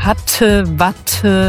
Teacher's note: Wo du dich sehr schnell outen würdest, ist, wenn du diese Verschlusslaute T zum Beispiel sehr stark aspiriert sprichst. Also hatte, watte, das klingt sehr, sehr hochdeutsch.